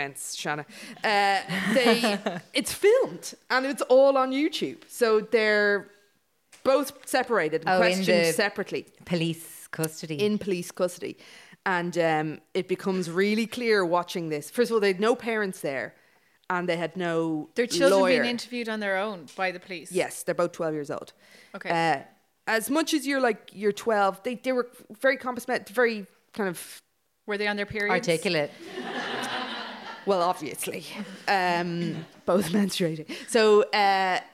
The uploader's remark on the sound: We did another live show!